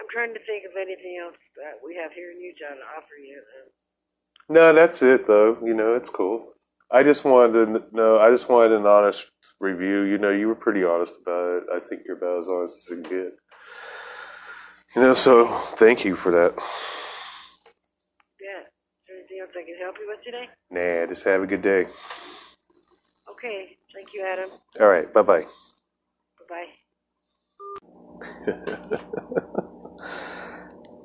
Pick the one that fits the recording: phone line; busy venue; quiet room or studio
phone line